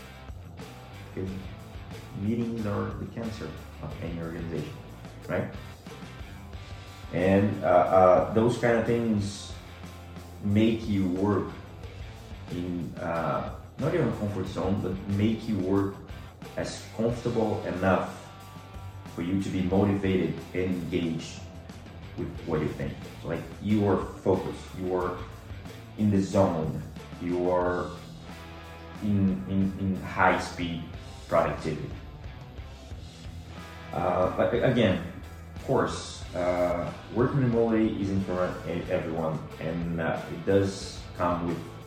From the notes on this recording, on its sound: IPhone 14 Pro for audio & video. Macbook Pro 14” M1 Pro for editing.